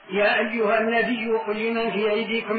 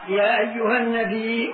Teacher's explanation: عامة القراء غير نافع يا أيها النبي قل لمن في أيديكم بالإدغام. وقرأه نافع وحده من السبعة يا أيها النبي بالهمزة من غير إدغام